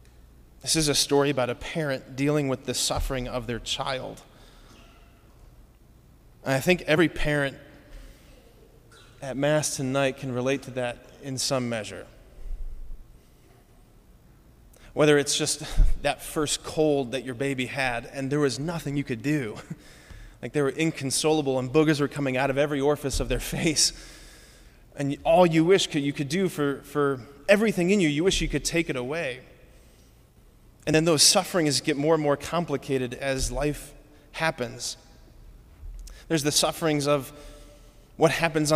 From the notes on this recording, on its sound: preached this homily on August 20, 2023 at Sacred Heart of Jesus Catholic Church in Wadsworth, OH.